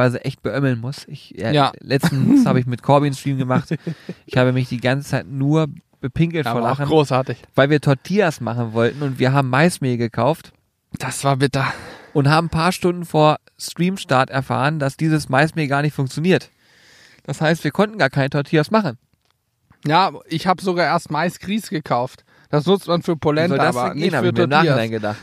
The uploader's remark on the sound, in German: Live vom Teich